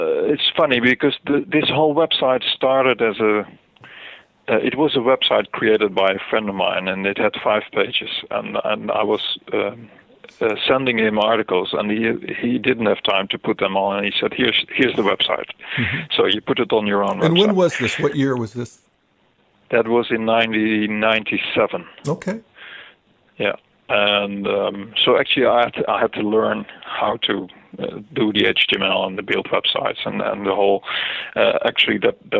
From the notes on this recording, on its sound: spoke by phone